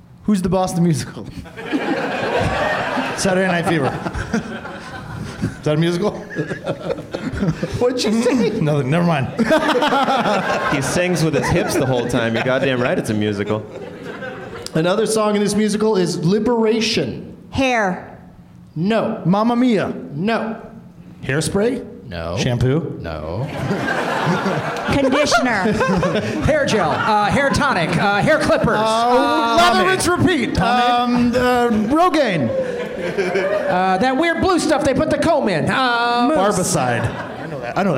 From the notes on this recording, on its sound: Live from the UCB Sunset in Hollywood, California